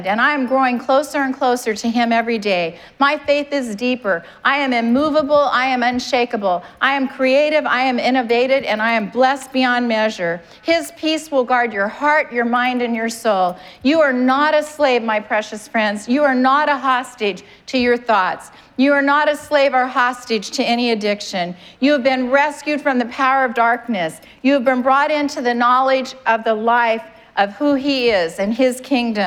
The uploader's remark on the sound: Was preached on October 10th at the 11:30AM service.